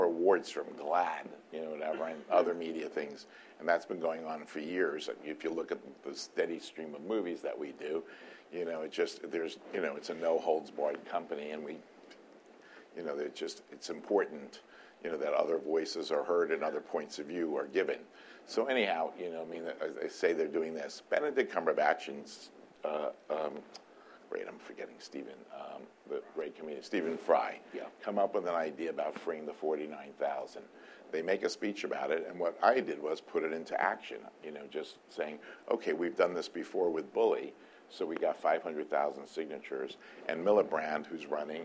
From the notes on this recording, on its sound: spoke to a packed house at the Tribeca Film Festival